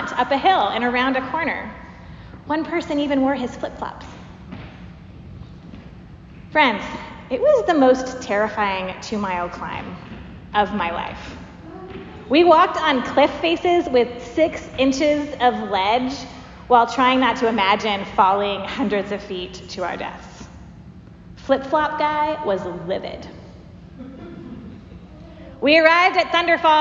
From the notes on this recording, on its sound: Preached at Church of the Apostles, Seattle